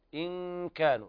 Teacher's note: إخفاء حقيقي لوقوع الكاف بعد النون الساكنة